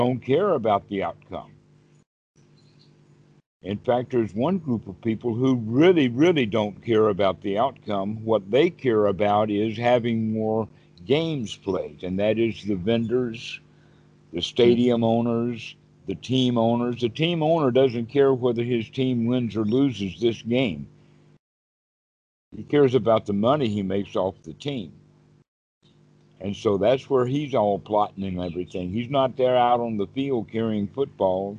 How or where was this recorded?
video call